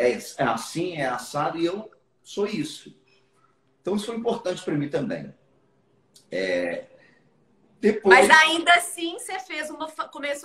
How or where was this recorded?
video call